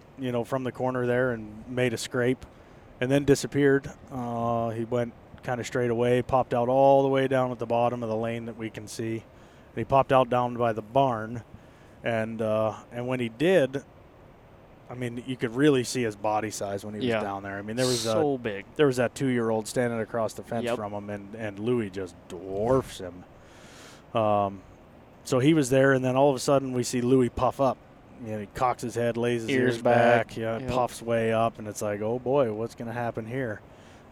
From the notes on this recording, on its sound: It's the Rut and we are heading to Michigan. Are in the truck heading to Michigan and we decide to record a podcast.